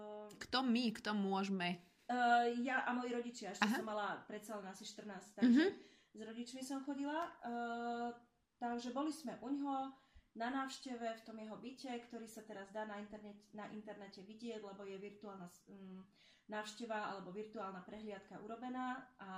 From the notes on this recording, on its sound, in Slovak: Za kvalitu zvuku sa ospravedlňujeme, epizóda bola nahrávaná na diaľku.